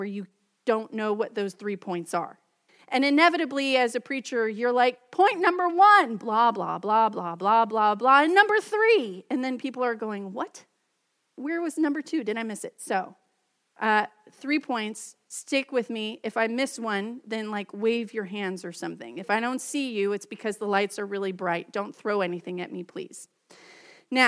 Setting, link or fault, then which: setting, large echoing room